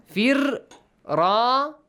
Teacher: Has a tarqiq sound, not tafkhim sound. Since it has a kasra before it.